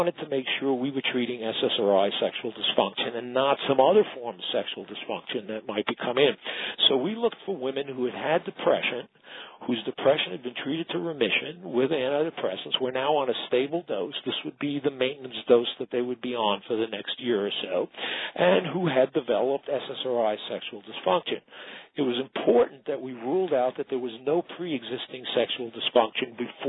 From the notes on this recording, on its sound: Author in the Room® Teleconference